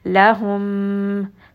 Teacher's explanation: We are going to merge this meem within the second meem, so this is going to get merged together, and it also has ghunna, so make sure that it is going up into the nose for quite a bit of time because the meem also has a shadda on top. لهم، so you can hear that I am spending a bit of time on this and just making sure that I do bring it up into the nose properly and give it the proper time that is needed.